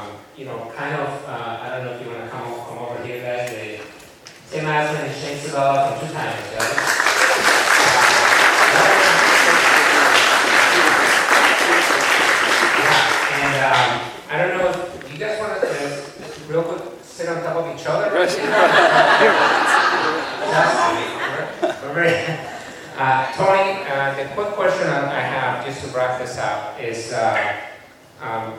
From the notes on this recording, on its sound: MLC Gala at The Tarlton. Q&A from the audience at the Tarlton Theatre.